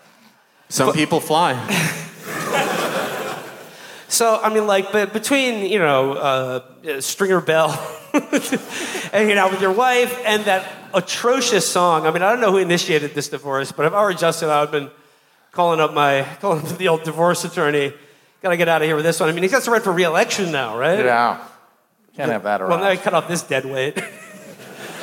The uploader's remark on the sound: Live From Toronto. Our live show from Toronto.